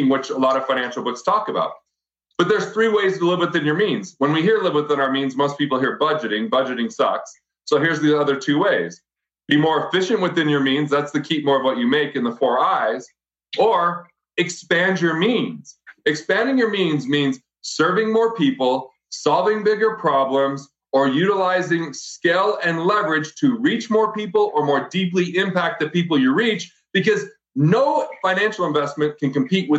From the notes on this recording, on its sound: We recorded this conversation as part of our monthly ONE Thing webinar series.